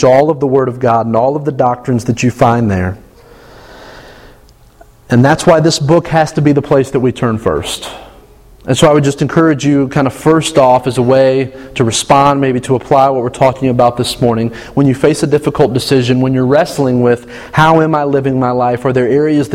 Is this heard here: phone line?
no